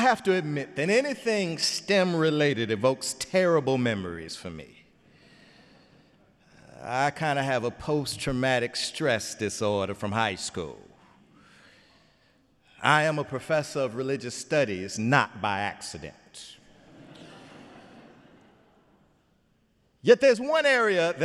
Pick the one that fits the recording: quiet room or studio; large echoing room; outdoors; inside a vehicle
large echoing room